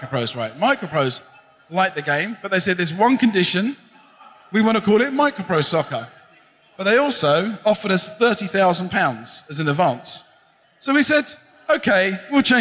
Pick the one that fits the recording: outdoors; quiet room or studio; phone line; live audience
live audience